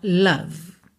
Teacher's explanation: Nem o O tem som de O, é a, e o E final não é pronunciado.